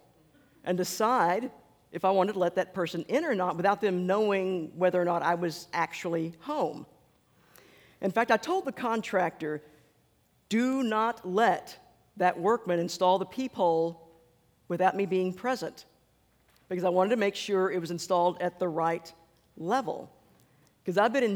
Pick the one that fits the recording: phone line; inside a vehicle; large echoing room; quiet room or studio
large echoing room